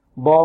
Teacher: نبر أي ضغطة، وتكون في الحرف، في الحرف المشدد الذي بعد حرف المد، ضالا، ولا نبالغ في هذه الضغطة، لا نبالغ فيها النبر هذه، هكذا.